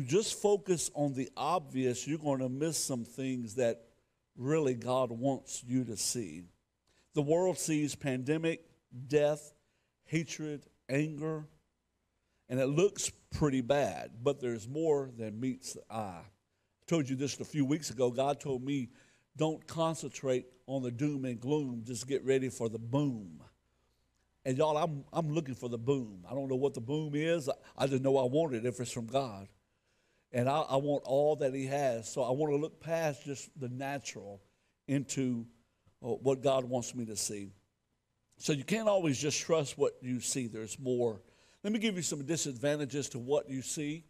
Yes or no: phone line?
no